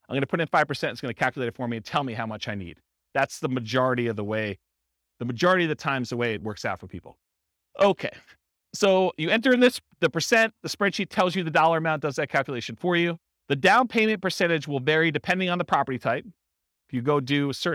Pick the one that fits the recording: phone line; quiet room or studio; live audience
live audience